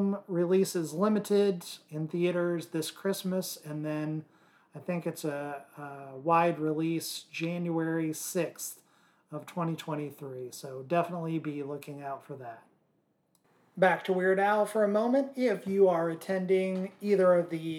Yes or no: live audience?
no